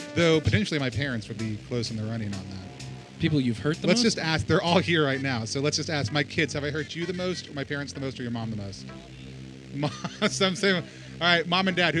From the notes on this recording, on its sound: We recorded a live variety show at the Small Brew Pub in downtown Dallas.